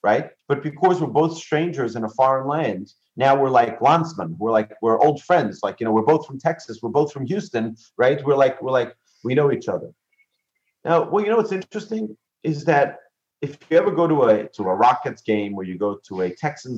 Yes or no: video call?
yes